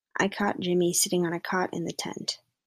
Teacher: You'll notice that caught and cot are both pronounced as cot. · Term: caught-cot merger